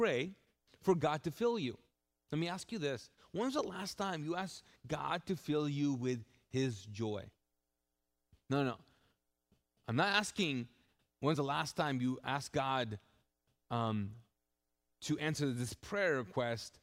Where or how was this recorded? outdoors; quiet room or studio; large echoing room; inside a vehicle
large echoing room